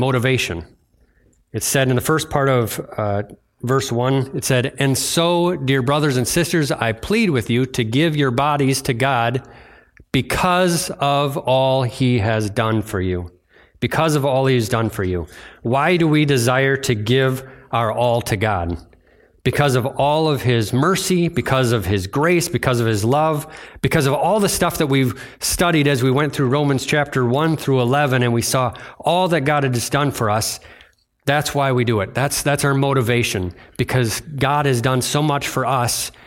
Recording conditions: large echoing room